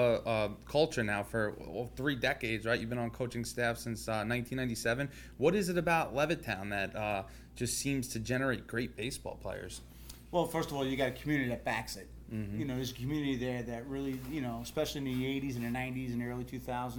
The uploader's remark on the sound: On this episode, we are recording live from LI Field House in Hauppauge, NY joined by two very special guests.